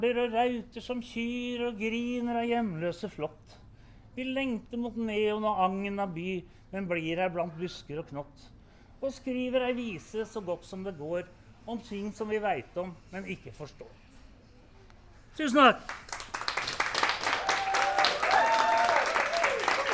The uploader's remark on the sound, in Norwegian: Live opplesning av dikt - på Tranen.